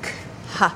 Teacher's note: The glottis is rapidly closing, creating a break.